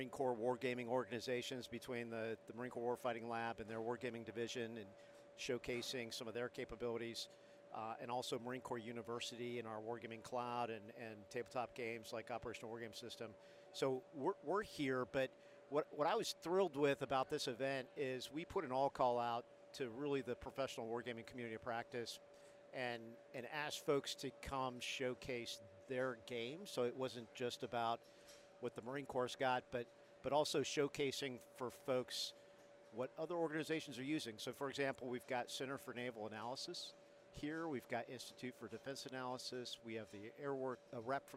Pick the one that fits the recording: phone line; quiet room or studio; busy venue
busy venue